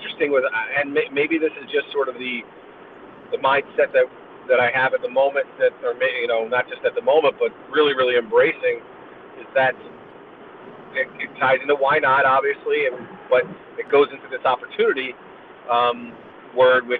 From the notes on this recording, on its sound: We took the opportunity to use our time on the road today to record the podcast since we both had hours of drive time in front of us. This was our first “on the road” episode.